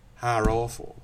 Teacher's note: If you smooth it and take off the second element and say ha, you'll hear, according to some article I read, intrusive R.